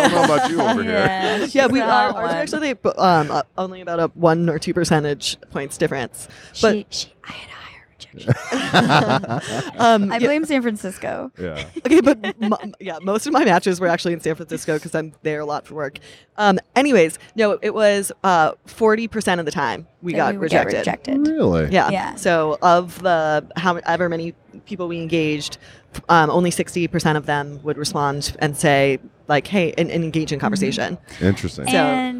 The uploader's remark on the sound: Live from the expo floor at Splunk’s user conference, .Conf 2017.